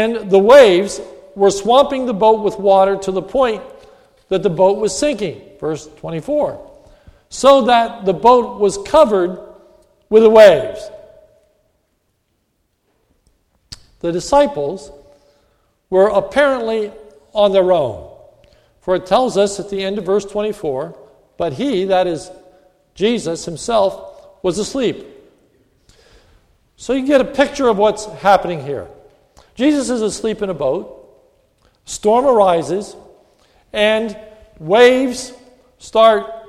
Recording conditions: large echoing room